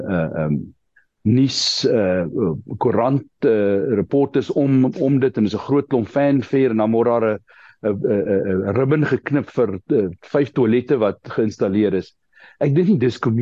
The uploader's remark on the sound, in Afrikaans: Die Transformasie Tafel Zoom Byeenkoms 6 Julie 2023